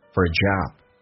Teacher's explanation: for 说成 f 加个 r